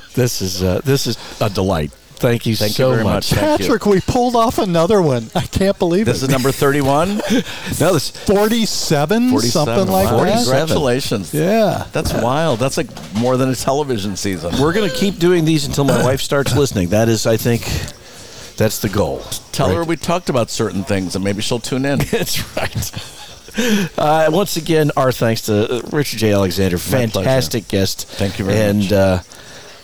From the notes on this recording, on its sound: Live from Skip Paige's Little Bar , the Center of the Coachella Valley Universe in Palm Desert. Live from Skip Paige's Little Bar , the Center of the Coachella Valley Universe in Palm Desert.